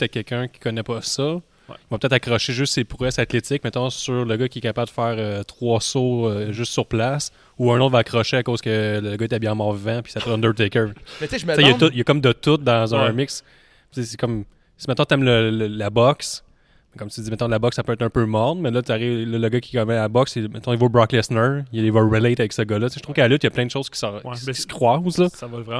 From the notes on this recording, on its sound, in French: Ont pris la route pour aller à St-Casimir. L'épisode a été enregistré directement à sa brasserie les Grands Bois.